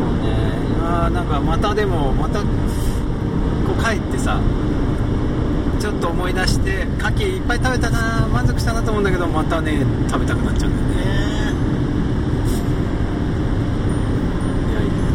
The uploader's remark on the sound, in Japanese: 三陸沿岸道路より。今週は初めて車の中で録ってみました。けっこうエンジン音がうるさいね・・うちのエブリイががんばってる音もお楽しみください。